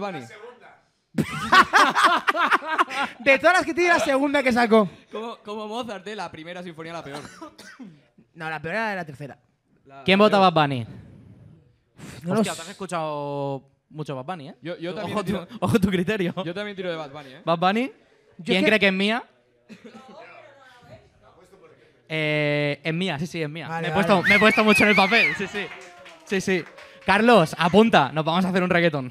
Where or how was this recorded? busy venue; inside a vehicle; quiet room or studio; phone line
busy venue